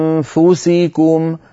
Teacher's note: مثلا أنفسكم، وإن تبدوا ما في أنفسكم، لما تقول أنفسكم تنتقل من الهمزة إلى مخرج الفاء مباشرة بدون ضغط على مخرج الفاء، هكذا وتأتي بغنة من الأنف، ثم لما تصل إلى الفاء تضغط على مخرج الفاء، هكذا أنفسكم، فالضغط يكون عند وصولنا في النطق إلى حرف الفاء.